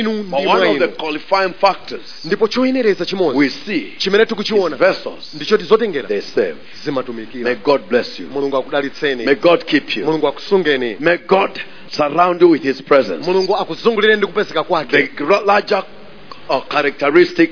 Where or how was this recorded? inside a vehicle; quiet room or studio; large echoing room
large echoing room